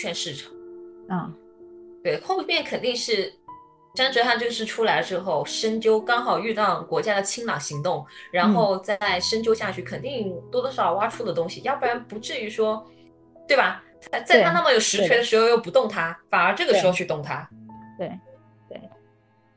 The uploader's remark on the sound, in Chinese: 主播本期声音可能听起来有点冲，因为电脑收音问题，她基本靠喊